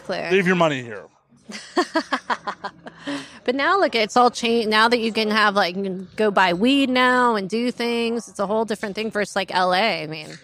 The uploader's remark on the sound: live at avn 2023